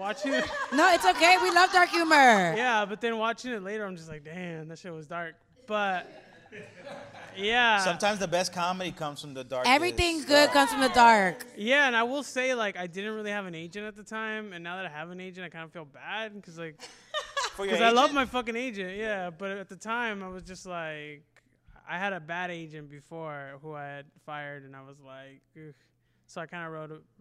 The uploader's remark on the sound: The finale of the live show recorded at The Actors Company LA in Los Angeles.